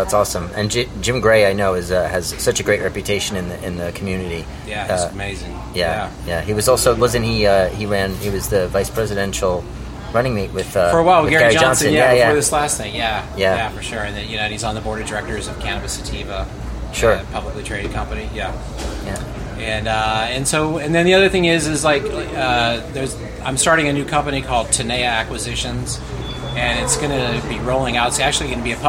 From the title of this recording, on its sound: LIVE FROM HITMAN COFFEESHOP